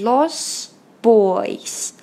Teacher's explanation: of, away from all of reality. Uh, by theway，还有一个地方要注意，就是 lostboys，呃，t 和 but 都是两个爆破音，这两个爆破音放在一起会有一个施暴现象。说白一点，就是前面的 lost 的 t 我们不念了